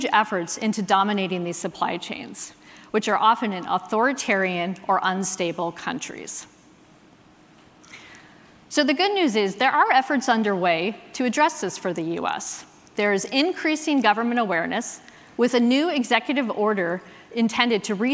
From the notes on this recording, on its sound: recorded at an event held back in May